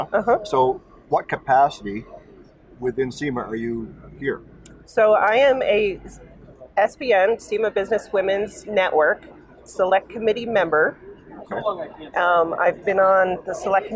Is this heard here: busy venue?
yes